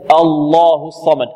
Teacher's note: إذا أردنا أن نفخم اللام نغلظ اللام في لفظ الجلالة لابد أن يرتفع أقصى اللسان ويحدث تقعير في الفم